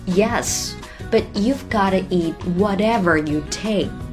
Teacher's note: 首先要注意的是 but 这个单词当中的字母 t，一般呢可以停一拍不发声